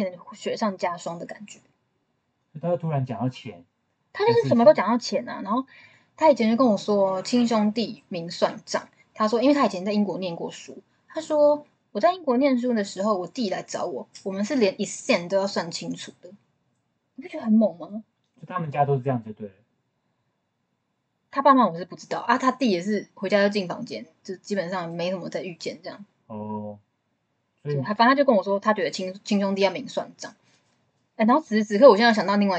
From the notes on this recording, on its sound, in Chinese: 音質很差，建議戴耳機收聽。